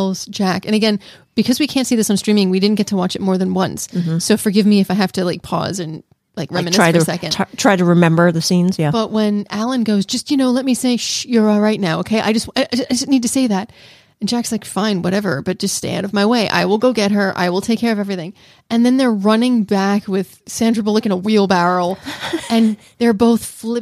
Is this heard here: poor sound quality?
no